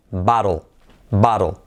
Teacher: Y aparece en, también abajo, verás en la descripción, en las vocales, en el vídeo de las vocales, aparece junto a palabras tipo como por ejemplo hat, o doctor, o job, ¿ok? Una A, ¿vale? Muy abierta. En este caso, como una vocal A española